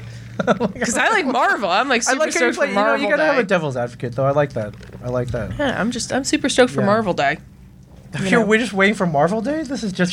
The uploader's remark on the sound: DC Day at Barnes and Noble. To Barnes and Noble to podcast live for DC Comics Day.